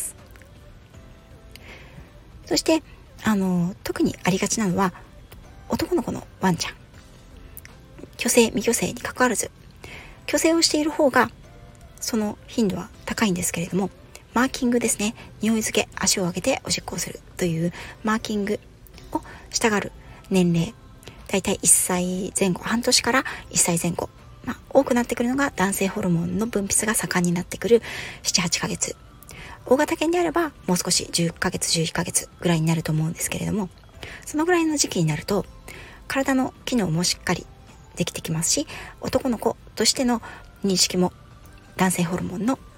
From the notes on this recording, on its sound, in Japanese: 屋外収録のため、雑音が多いです